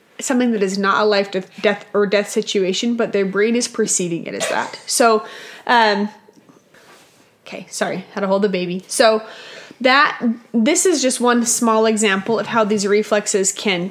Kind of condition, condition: fault, sounds in the background